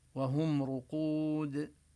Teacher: وندغم التنوين بالواو بلا إدغام ناقصا، هو إدغام مع الغنة لكن هو إدغام ناقص، الغنة للنون وليست للواو